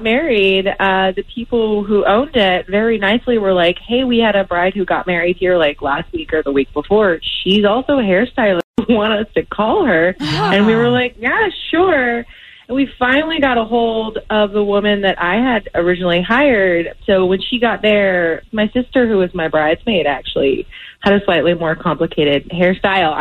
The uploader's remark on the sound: opened up the phones